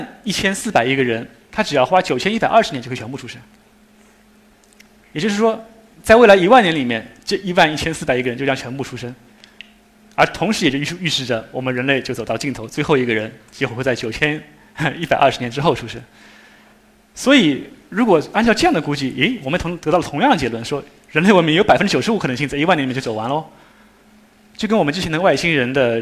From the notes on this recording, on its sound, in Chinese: 一席现场